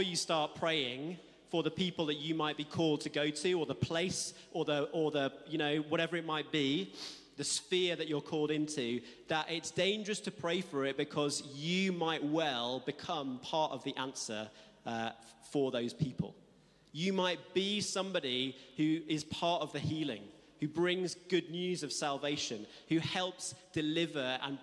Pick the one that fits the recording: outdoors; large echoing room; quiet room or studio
large echoing room